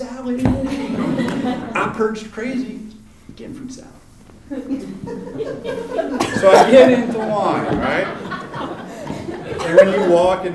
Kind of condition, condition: setting, live audience